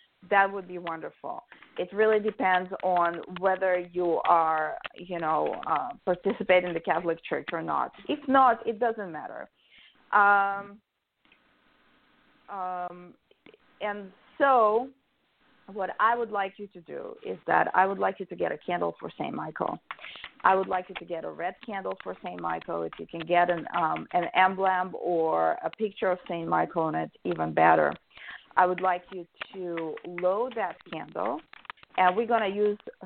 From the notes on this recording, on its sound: A real, live call-in show. Where the general public gets a chance to ask about actual problems with love, career, and spiritual protection.